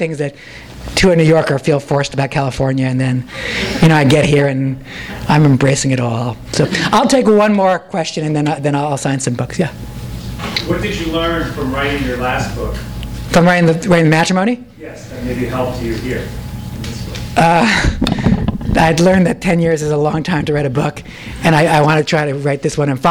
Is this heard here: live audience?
yes